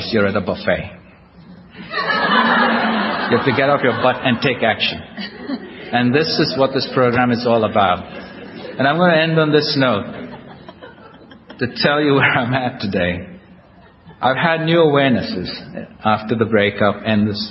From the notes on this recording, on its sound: recorded at the We Are Not Saints AA roundup in 2007